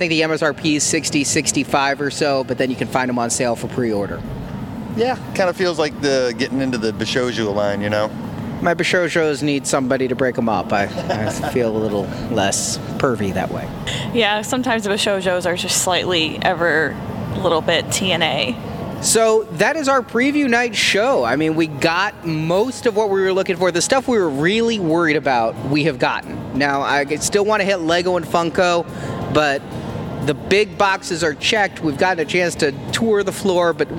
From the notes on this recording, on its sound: It's all in this short live report from Preview Night!